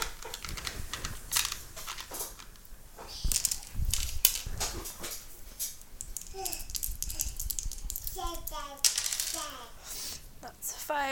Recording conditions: sounds in the background